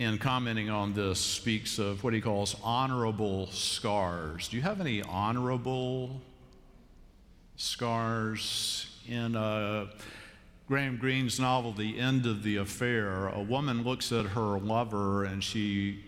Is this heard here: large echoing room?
yes